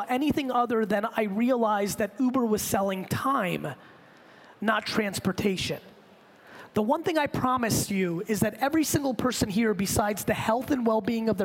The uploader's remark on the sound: I gave this keynote to the Rise conference in Hong Kong last week, for a group of entrepreneurs